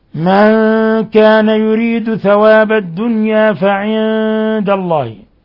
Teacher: نون ساكنة جاء بعدها الدال إخفاء حقيقي